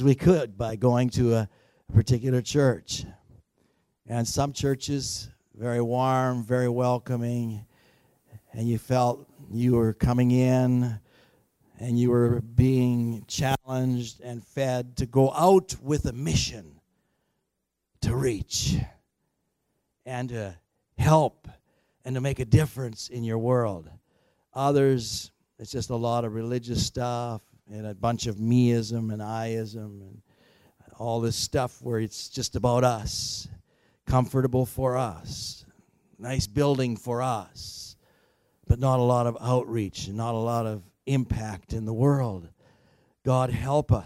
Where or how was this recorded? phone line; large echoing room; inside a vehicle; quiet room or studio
large echoing room